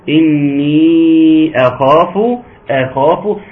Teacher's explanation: كلمة أخاف دي محتاجة رعاية لأن الخاء هتسحب الهمزة